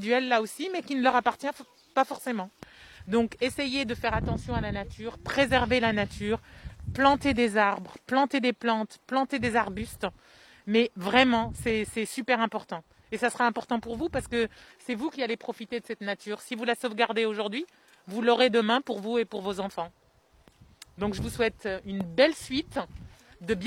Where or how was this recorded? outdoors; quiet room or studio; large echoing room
outdoors